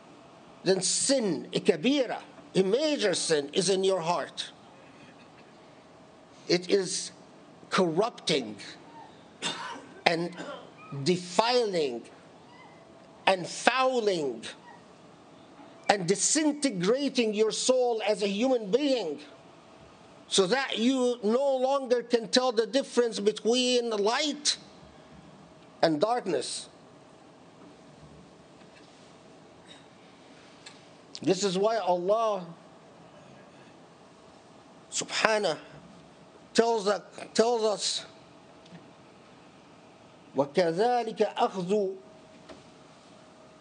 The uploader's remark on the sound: Delivered at the Islamic Center of Southern California, Los Angeles, CA on 12 October 2018.